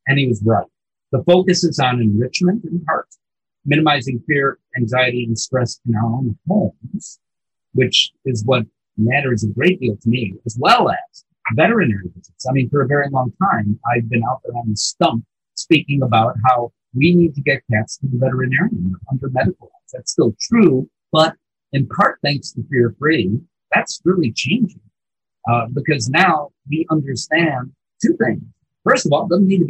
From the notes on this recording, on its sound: Unfortunately, some slightly dodgy audio quality. Despite the audio glitch.